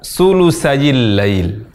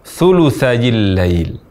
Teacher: mengucapkan huruf tha dari tempat keluar huruf sin · Shown in: first take · Ini kesalahan yang sangat fatal karena mengubah huruf tha menjadi huruf sin.